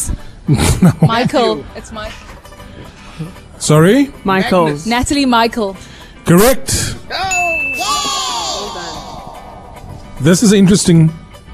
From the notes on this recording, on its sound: on the road live from Curro DigiEd in Delft